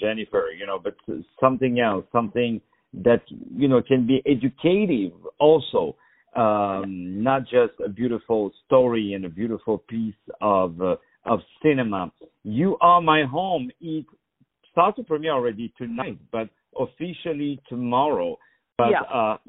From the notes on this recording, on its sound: On the phone